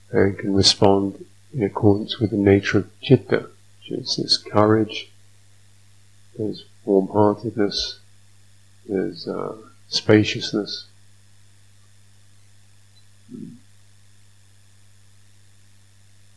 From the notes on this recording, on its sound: sound quality issues